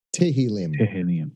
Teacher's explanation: over the years, that TH has dropped. So it's now, I would say, in most of the communities, it's Tehillim.